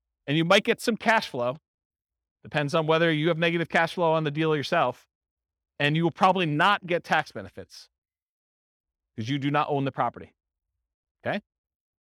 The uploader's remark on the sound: Real estate entrepreneurs in Tucson, Arizona. This was a live class recorded to give investors a solid qualitative overview of all the different real estate investing strategies.